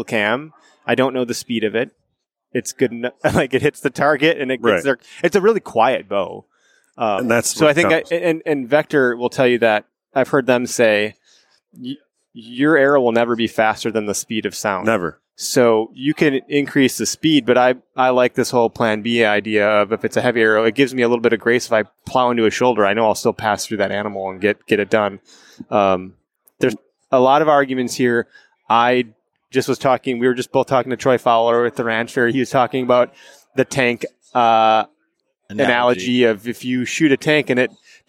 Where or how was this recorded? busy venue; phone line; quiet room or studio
busy venue